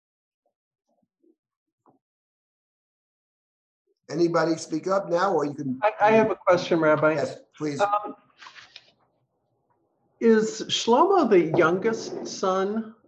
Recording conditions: video call